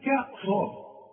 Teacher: الأول أرقق الكاف وبعدين أفخم الصاد